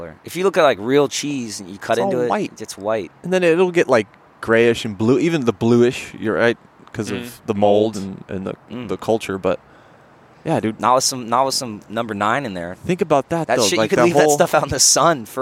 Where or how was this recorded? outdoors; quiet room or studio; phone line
outdoors